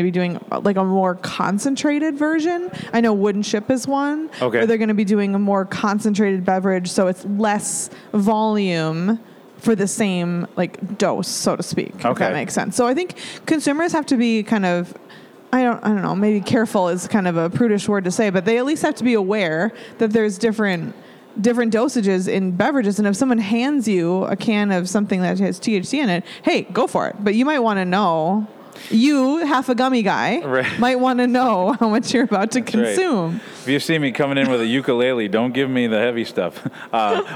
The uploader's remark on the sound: All this was recorded in the friendly confines of Town Hall Brewery in Minneapolis.